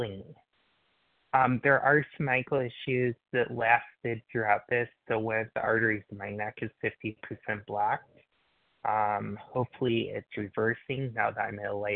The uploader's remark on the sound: qualification from the 100 Pounders Phone Meeting